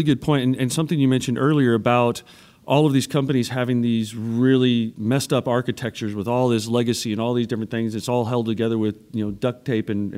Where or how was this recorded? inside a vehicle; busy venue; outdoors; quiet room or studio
busy venue